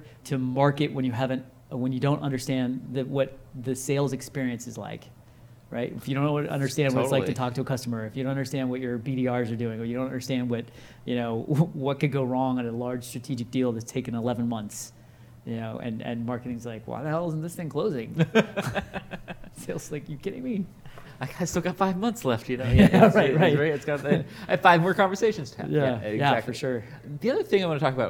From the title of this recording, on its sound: Live at INBOUND16